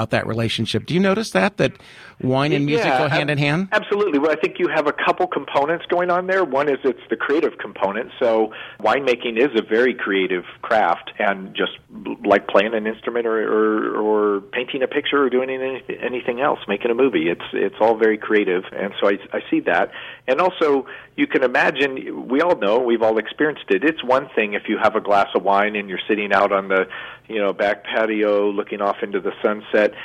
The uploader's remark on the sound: Recorded the prior week at WineSong 2016, we saved this extra-special interview for this week because it about a lot more than WineSong. In this phone conversation.